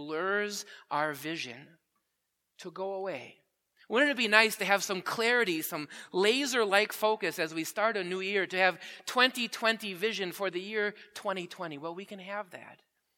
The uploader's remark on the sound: Preached at Grace Ev. Lutheran Church.